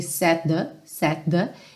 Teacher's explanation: Set the, é claro que soa um T só, ok?